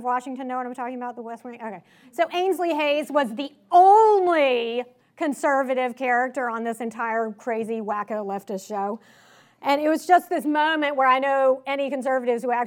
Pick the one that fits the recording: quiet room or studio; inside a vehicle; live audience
live audience